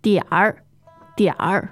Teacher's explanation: Okay, so that's third tone with the R on the end.